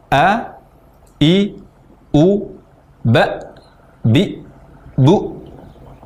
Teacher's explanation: Tapi pangkal tenggorokan yang benar adalah di pita suara. Jadi mengucapkan huruf hamzah, kita ucapkan dari pita suara.